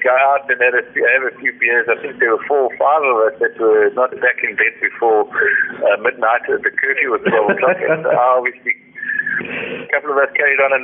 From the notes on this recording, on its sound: the interview took place via a phone call